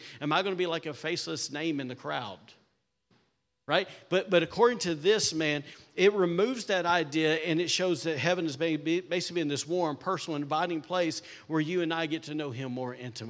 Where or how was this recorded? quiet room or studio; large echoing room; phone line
large echoing room